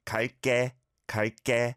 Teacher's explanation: It is pronounced with a tense 게, 갈게, 갈게. So this is the exception to the rule, and that happens quite often.